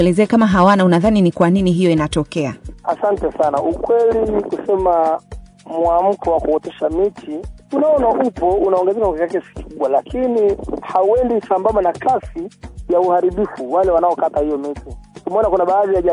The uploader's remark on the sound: We conducted a phone interview